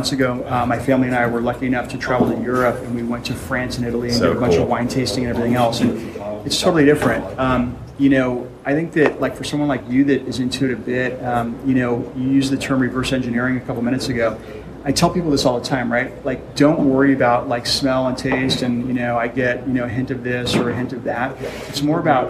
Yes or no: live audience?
yes